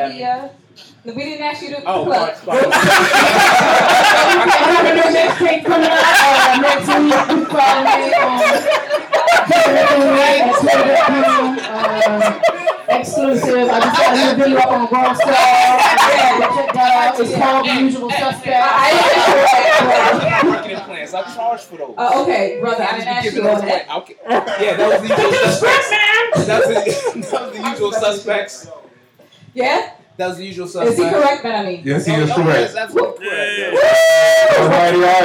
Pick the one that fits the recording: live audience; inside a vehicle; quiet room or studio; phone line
live audience